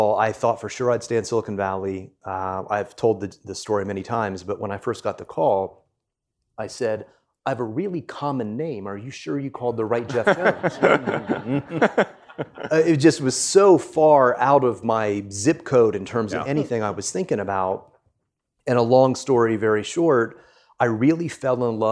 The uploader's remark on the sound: In front of a live studio audience at Deloitte University! The live audience of CMOs from other Fortune 100 companies chime in with some really insightful questions.